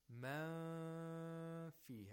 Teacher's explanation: we have to make a nasal sound for two vowel counts. · Term: ikhfa